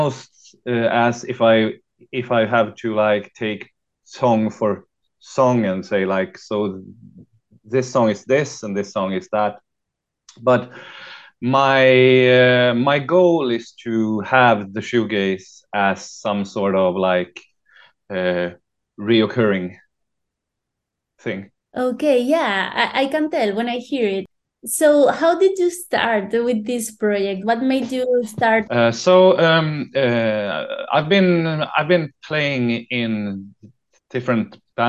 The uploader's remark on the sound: from my kitchen table, through a great Zoom conversation